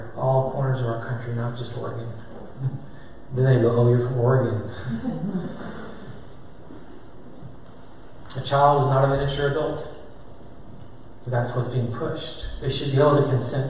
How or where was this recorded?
live audience